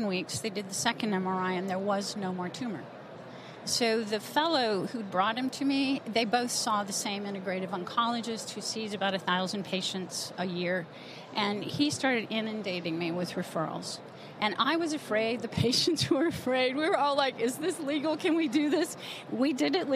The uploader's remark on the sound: From the floors of the A4M Conference in Las Vegas